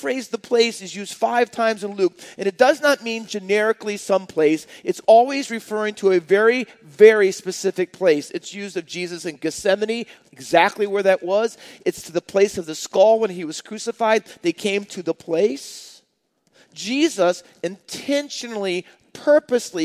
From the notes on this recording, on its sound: Faith Baptist Church in Hamilton, NJ.